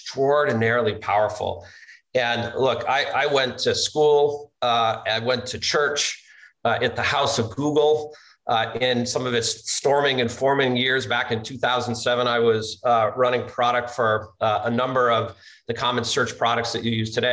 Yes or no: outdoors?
no